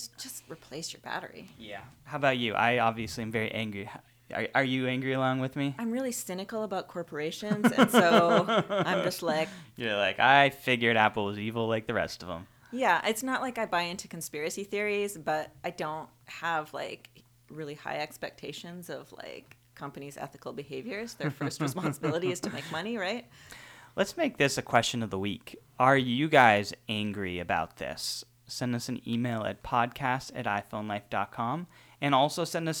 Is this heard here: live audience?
no